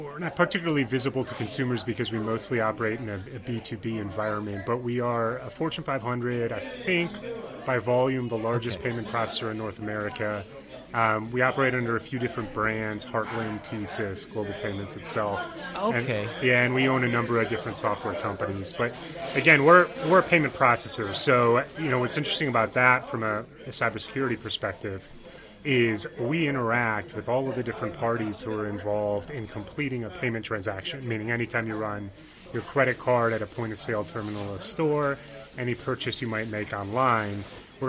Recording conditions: busy venue